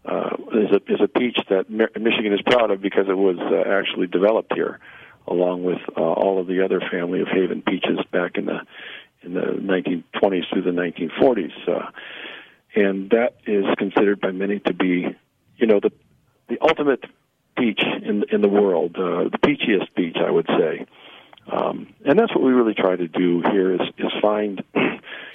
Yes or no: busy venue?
no